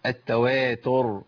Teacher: التواتر. شفت انا فخمت الراء ازاي؟ لانها راء ساكنه بعد ضم